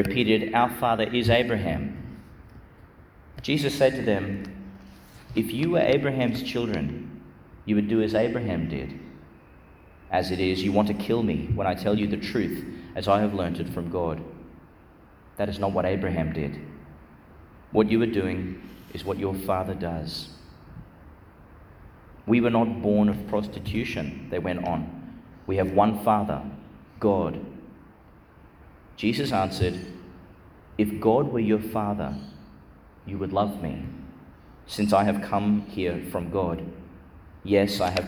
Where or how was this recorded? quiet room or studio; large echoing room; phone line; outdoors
large echoing room